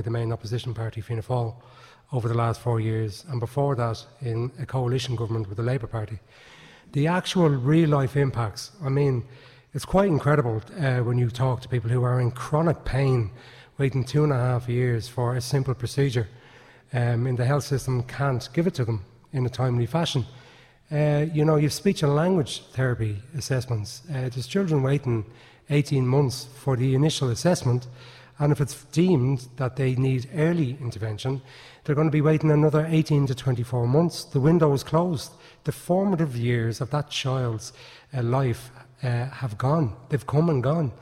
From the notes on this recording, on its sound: The candidates had to answer questions from our live audience.